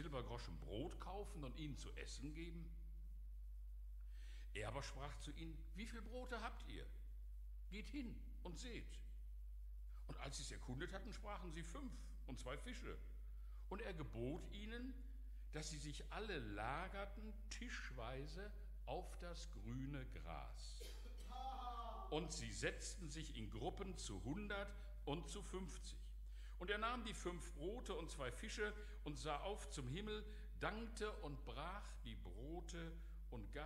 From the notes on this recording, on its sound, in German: Aufzeichnung der Predigt des Gottesdienstes